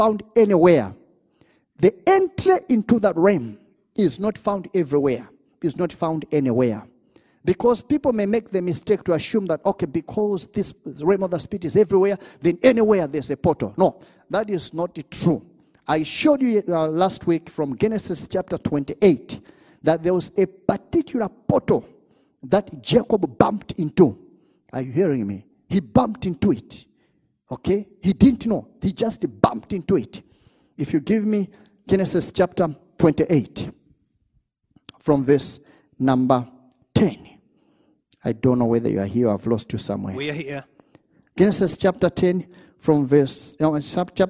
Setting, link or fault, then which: setting, live audience